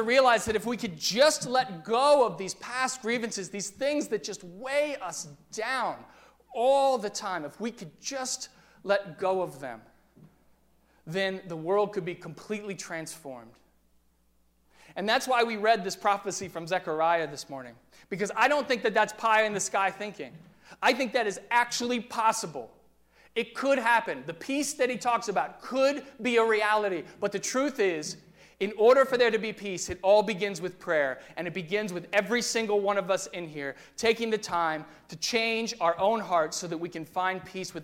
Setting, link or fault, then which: setting, large echoing room